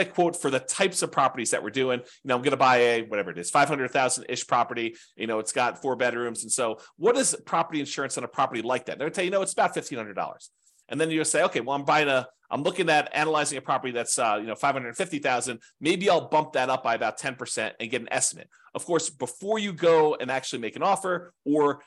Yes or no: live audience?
no